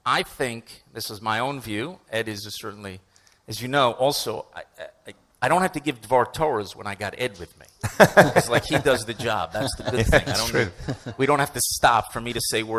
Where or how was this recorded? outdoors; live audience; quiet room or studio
live audience